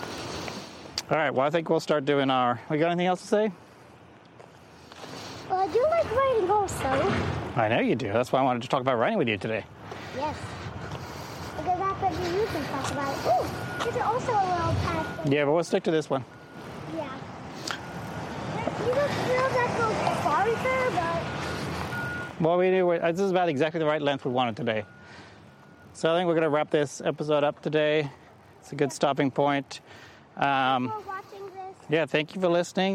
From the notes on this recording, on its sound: Apologies for the noisy traffic at times